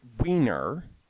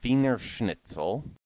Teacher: The word wiener is pronounced with a W sound on its own, but a V sound in Wiener Schnitzel